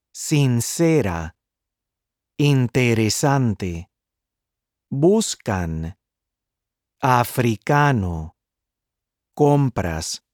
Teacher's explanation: Las palabras llanas have the spoken stress on the next to the last syllable. These words end in a vowel, N or S.